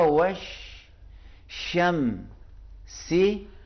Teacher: ہم اسی لفظ کو والشمس کو آپ جلدی جلدی پڑھیں گے تو کیونکہ ہمیشہ آپ عادی ہو چکے ہیں والشمس وضحاها پڑھیں گے، تو اسی لیے وش الف اور لام لکھے جاتے ہیں، ملا کر پڑھتے وقت نہیں پڑھیں گے، لکھے جائیں گے وش، ڈائریکٹ واو کا زبر جا کے شین سے ملے گا، کیا ہوگا وش شم سی.